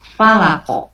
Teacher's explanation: Huruf qaf sama juga, ya, dia sifatnya qalqalah. Jadi pada saat diwakufkan di kata akhirnya menjadi memantul.